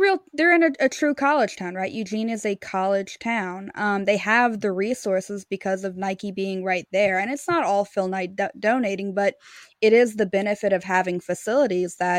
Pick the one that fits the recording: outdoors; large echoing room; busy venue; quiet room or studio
quiet room or studio